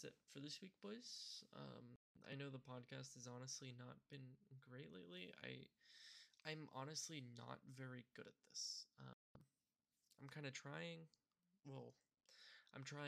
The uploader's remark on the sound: The audio is a bit scuffed this episode